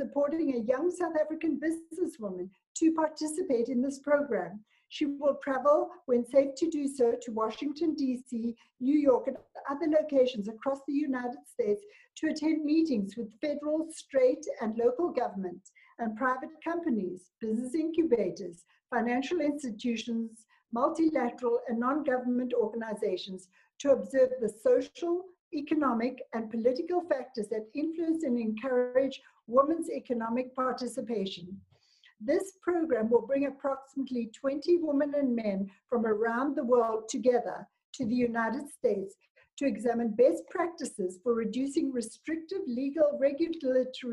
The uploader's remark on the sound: A zoom conference by the African Tourism Board. A zoom conference by the African Tourism Board.